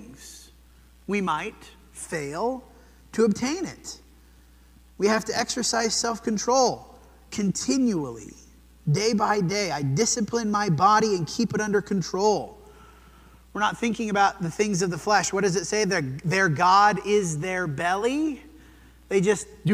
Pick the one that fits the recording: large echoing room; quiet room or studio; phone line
large echoing room